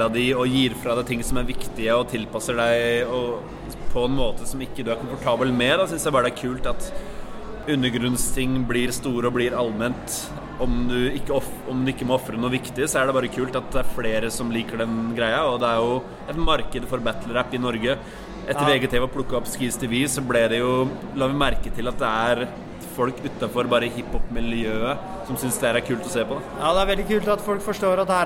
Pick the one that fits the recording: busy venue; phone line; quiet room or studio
busy venue